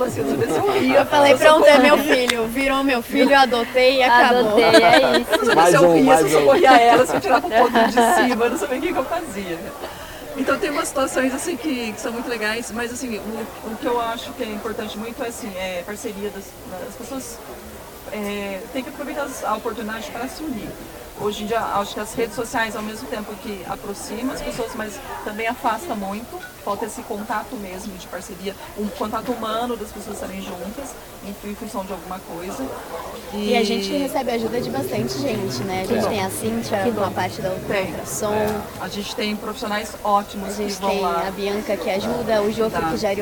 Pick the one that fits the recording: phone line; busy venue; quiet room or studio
busy venue